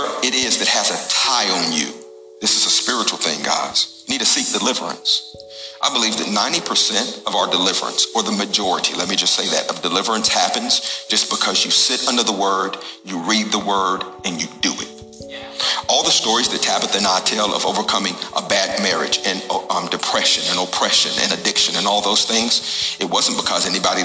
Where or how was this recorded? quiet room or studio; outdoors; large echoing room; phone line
large echoing room